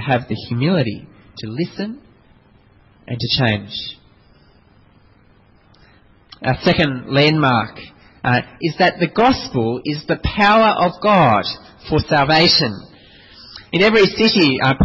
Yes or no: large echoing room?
yes